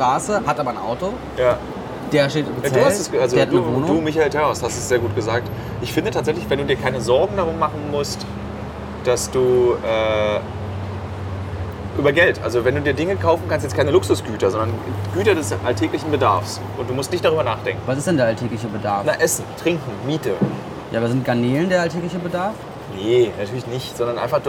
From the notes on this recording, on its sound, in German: live aus Skid Row, einem Slum in LA